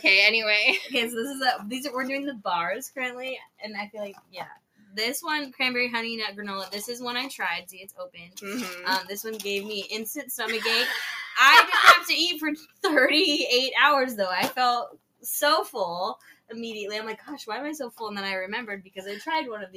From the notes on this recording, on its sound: Record together in the same room for the first time. Just a head's up there is a lot of crinkling/opening packaging noises.